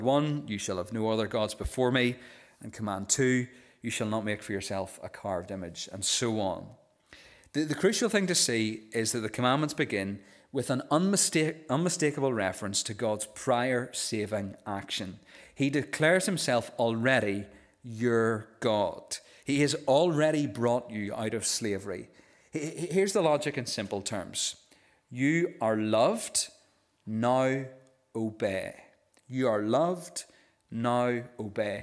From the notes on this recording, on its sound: This is the recording of the Bible reading and sermon from our evening service on Sunday 15th October 2023.